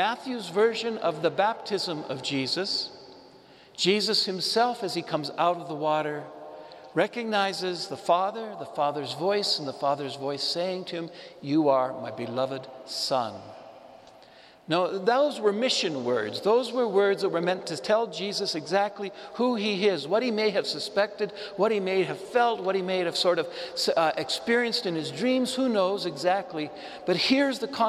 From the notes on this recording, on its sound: Homily delivered to the Saint Francis Catholic Community in Cuenca, Ecuador, (Iglesia de San Francisco).